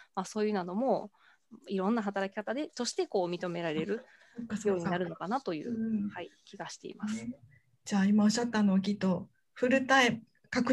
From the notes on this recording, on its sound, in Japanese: 収録場所： オンライン (Zoom)